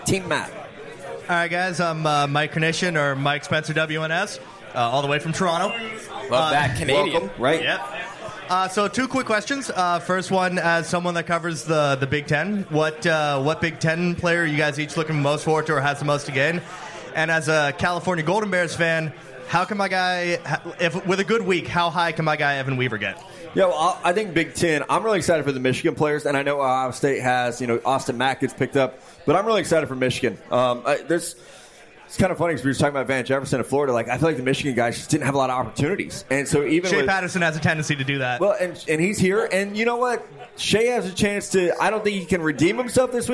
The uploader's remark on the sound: Senior Bowl Preview Live From Mobile. Live from Draft Picks Taproom in Mobile, AL.